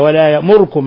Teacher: ضمة ناقصة غير كاملة وسريعة . وهذا بيسموه القراء الاختلاس. الذين قرأوا بضم الواو ضم الراء